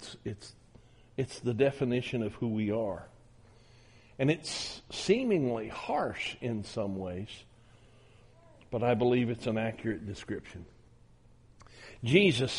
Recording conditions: large echoing room